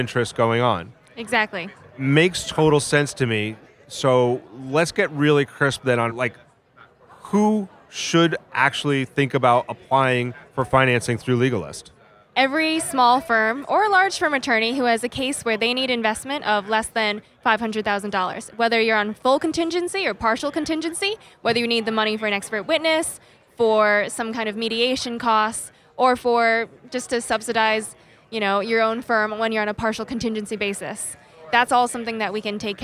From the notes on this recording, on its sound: recorded at ABA TECHSHOW 2017